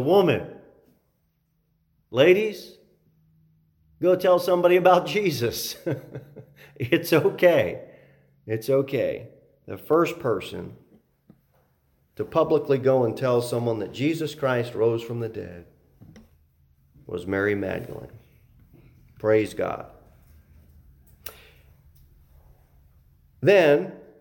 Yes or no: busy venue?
no